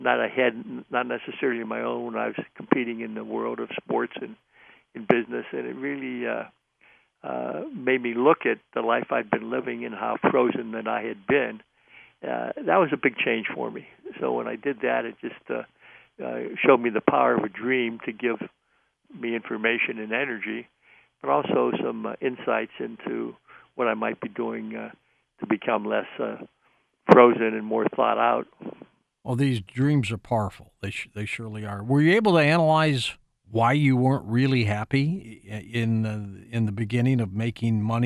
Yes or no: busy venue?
no